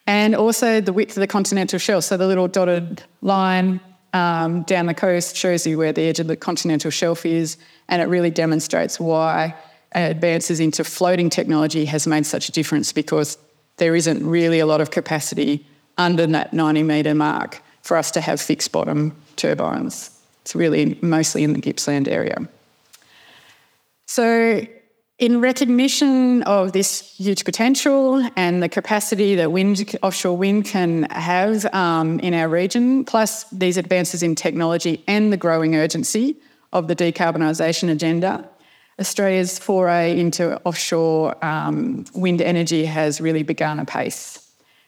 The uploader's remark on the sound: address at the Australian Naval Institute’s Goldrick Conference held in Canberra on 19 October 2023